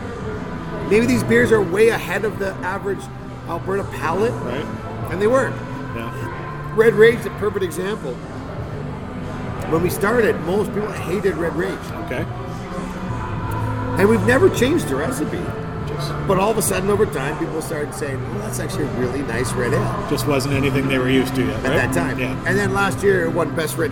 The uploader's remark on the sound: We recorded the episode at the brewery, located at 801 30th Street NE in Calgary.